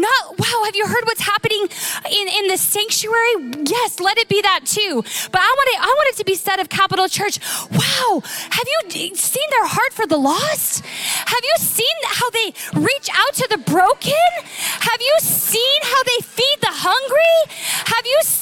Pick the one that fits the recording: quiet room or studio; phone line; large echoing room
large echoing room